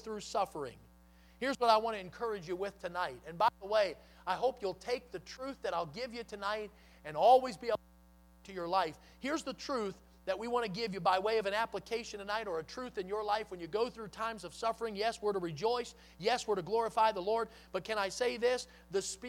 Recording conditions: large echoing room